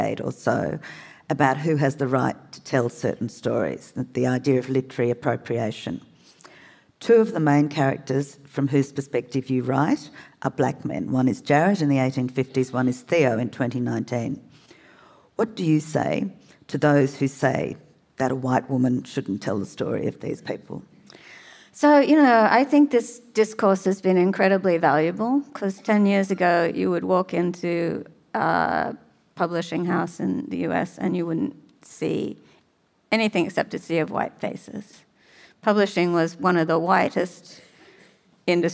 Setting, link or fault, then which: setting, live audience